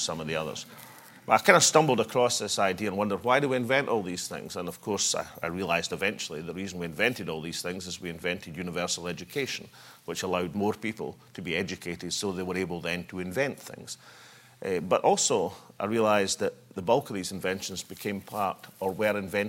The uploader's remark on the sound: Plenary session (09:00-10:05) of the national Economic Forum. Followed by a Q&A session.